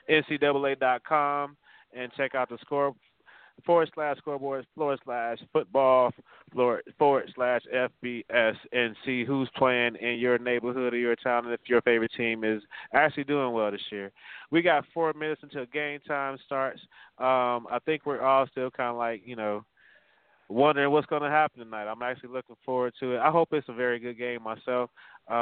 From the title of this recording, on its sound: Live from Bears vs Packers Viewing Event